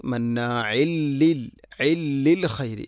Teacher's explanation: തൻവീനിനെ ലാമിലേക്ക് ഇദ്ഗാം ചെയ്യണം മണിക്കാതെ. അപ്പോൾ വായിക്കേണ്ടത് മന്നാഇൽ ലിൽ ഇല്ലിൽ ഖൈരി. · Term: ഇദ്ഗാം ബിലാ ഗുന